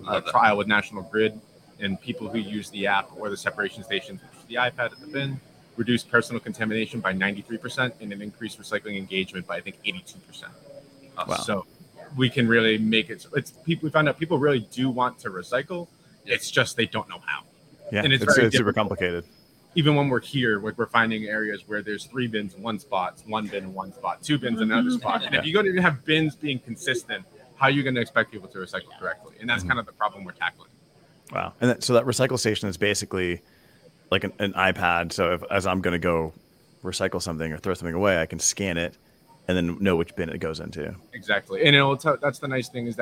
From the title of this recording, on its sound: Live from PackExpo